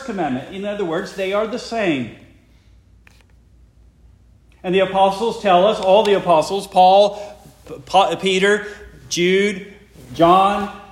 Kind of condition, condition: setting, large echoing room